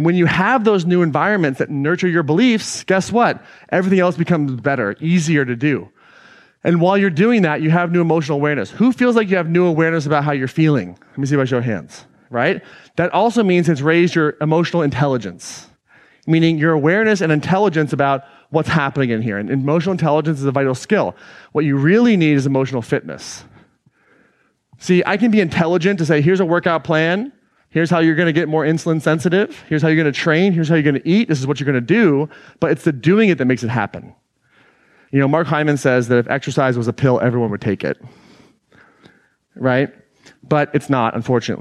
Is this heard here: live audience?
yes